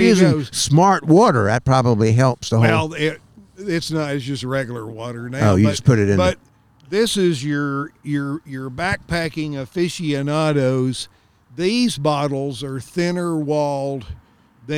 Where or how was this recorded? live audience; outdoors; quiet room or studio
outdoors